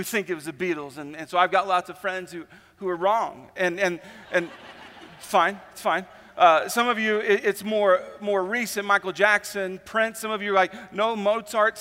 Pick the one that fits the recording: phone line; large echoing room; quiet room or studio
large echoing room